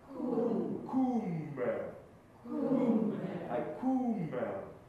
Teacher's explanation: クの音が非常に丸いので、クではなくてクー